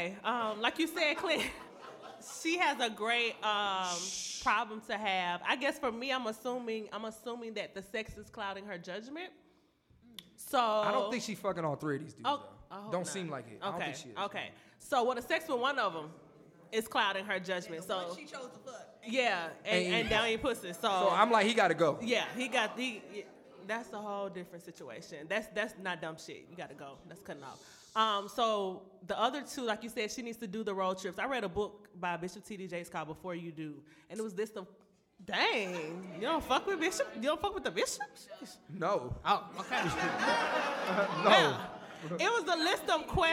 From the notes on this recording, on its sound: New York City Live Podcast